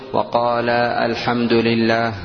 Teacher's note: الألف تحذف، كأنك تنطق بلام بدون ألف بعدها